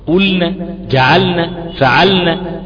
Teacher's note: حاول أرقق فيها اللام، خاصة أنت جاية بعد حرف عين